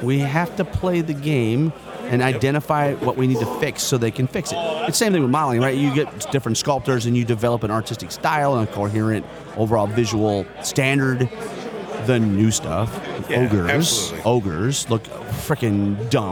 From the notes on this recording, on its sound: Continues our on-site Adepticon coverage with recordings from Friday March 24, 2023. Today we bring you more fantastic player interviews.